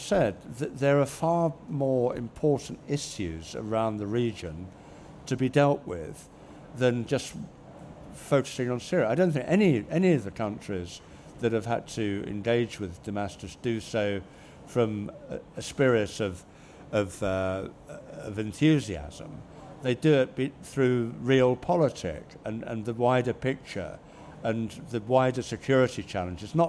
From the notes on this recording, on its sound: debates at the 2023 Conservative Party Conference in Manchester